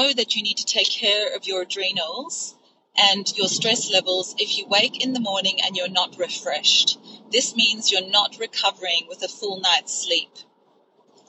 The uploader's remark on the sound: This episode was recorded in the spur of the moment, as I'm driving home from dropping my son to his cricket match.